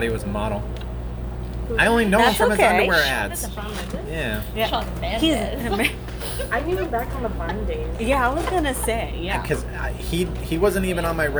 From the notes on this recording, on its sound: It was recorded in a cafe and so it is a little noisy